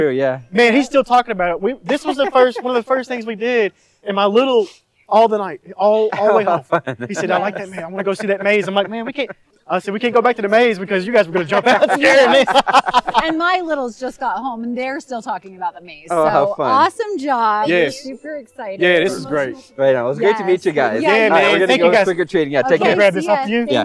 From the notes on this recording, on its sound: Live in the streets of Daybreak for Halloween 2023. They visit a backyard haunted maze.